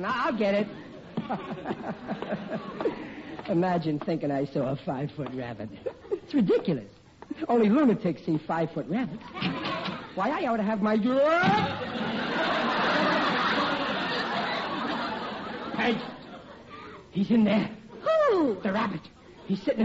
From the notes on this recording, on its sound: howls of laughter and applause from surprised audience members